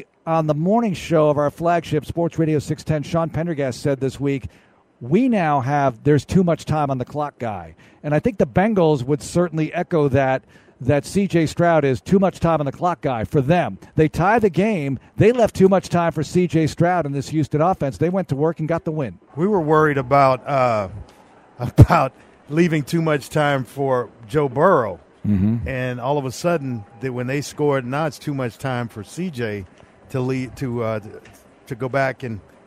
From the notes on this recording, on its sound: audio from the locker room